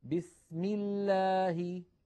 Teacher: أما إذا سبقت بكسرة فإن لفظ الجلالة ترقق لامه، نحو بسم الله، هنا لفظ الجلالة سبق بكسرة الميم، لله